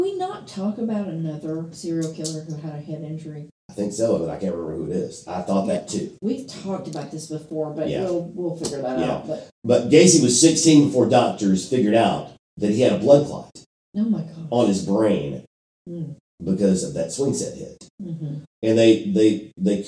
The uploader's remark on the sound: Audio disclaimer: This week's episode had some technical difficulties. The sound quality is not up to our usual standards.